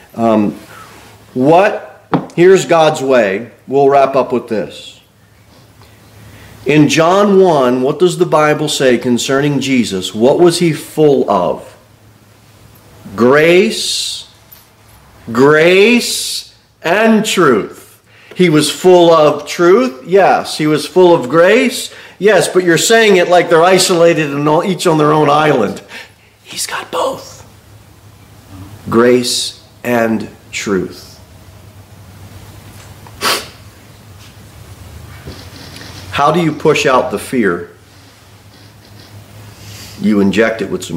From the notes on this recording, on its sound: Sermon delivered at Pilgrim Baptist Church on Sunday, December 3, 2023, at 2-15 pm. Jere Whitson Rd. Cookeville, TN 38501.